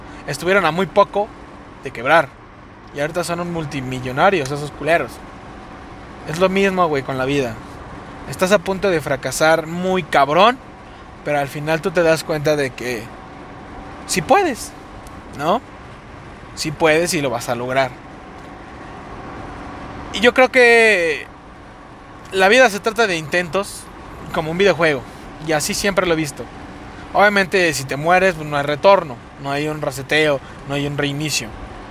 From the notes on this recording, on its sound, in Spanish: El audio no sera aveces bueno por que viajo y lo voy grabando mientras manejo.